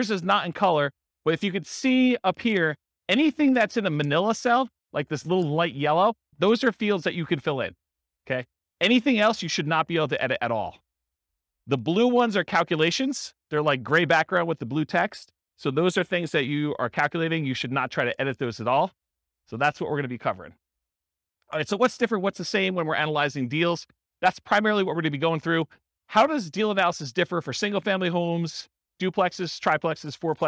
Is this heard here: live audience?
yes